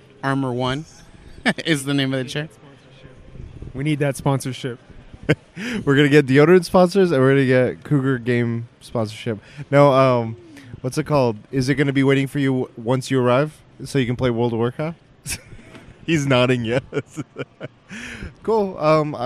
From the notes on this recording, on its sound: We talk about our day at the convention Sunday before we go to head back to SoCal! We convened at the airport to record this last bit of PAX podcasting!